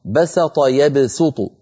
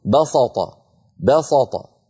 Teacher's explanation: لكن بعض القبائل العربية كانوا بسبب مجاورة السين للطاء بساطة يفخمون هذه السين بسبب المجاورة، مجاورة السين للطاء القوية المطبقة المستعلية، فإذا فخمت السين انقلبت صادا · Shown in: second take